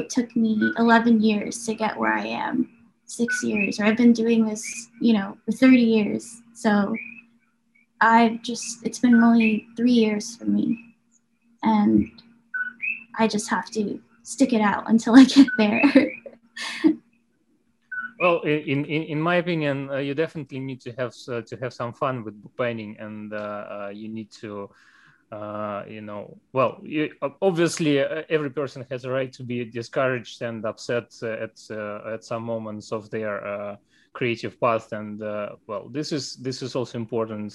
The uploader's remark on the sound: We arrange our Zoom call for Friday